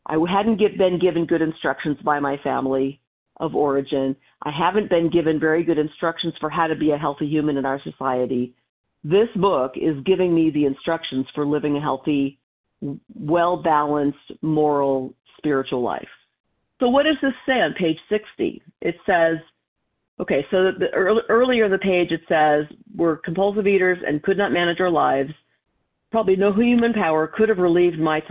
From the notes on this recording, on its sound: from the 100 Pounders Phone Meeting